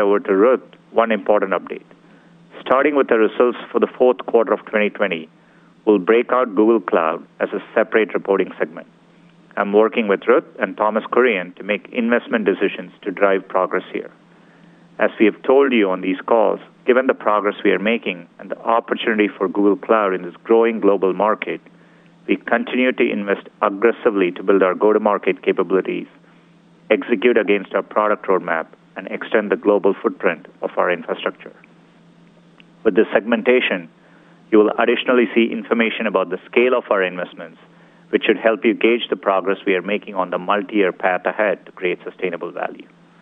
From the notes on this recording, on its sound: Earnings Call. Earnings Conference Call.